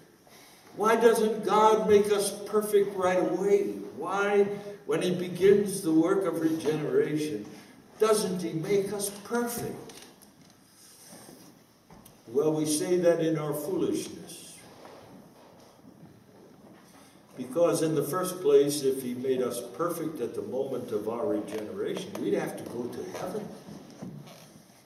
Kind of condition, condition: setting, live audience